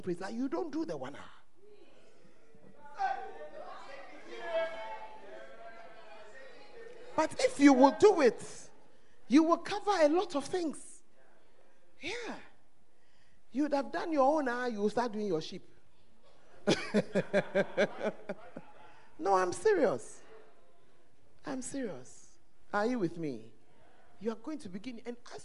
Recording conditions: live audience